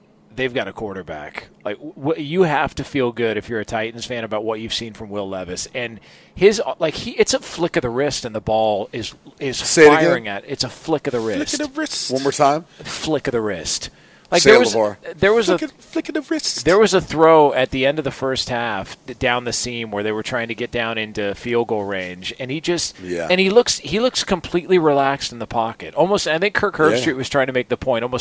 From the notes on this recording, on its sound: broadcasting live from Santa Anita Park for The Breeder's Cup